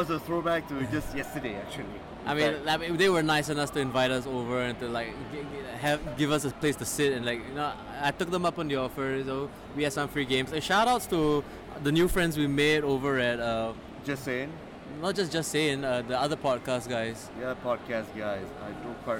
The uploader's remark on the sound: Live at STGCC 2016